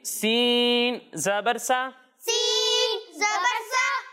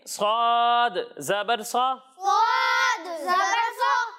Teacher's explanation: ان دونوں کو ہم سیٹی کے ساتھ تو پڑھیں گے لیکن سین کو باریک اور صاد کو موٹا کر کے پڑھیں گے